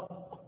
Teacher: لو قلت أق تحس إن الزور بيتكتم، مش عارف تاخد نفسك بعدها